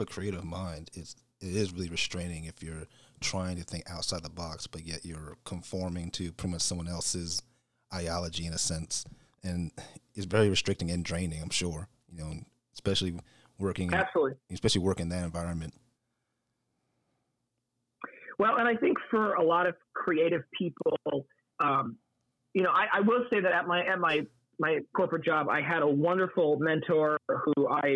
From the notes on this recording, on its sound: Phone interview.